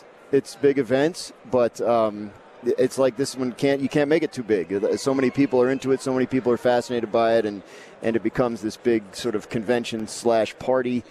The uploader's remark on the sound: Live from Radio Row in Las Vegas. The build-up to Super Bowl 58.